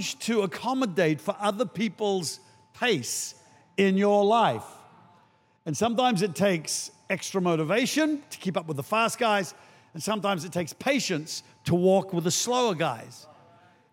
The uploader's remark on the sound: Recorded during our 9am service on Sunday, the 16th of April 2023